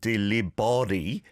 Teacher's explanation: The P is more like a B.